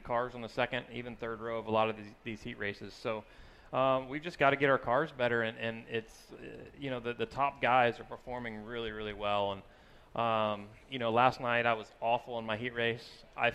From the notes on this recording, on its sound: Winged Nation presented by Hercules Tire live from The Kings Royal. Live at Eldora Speedway for The King's Royal weekend on a special edition of Winged Nation presented by Hercules Tires!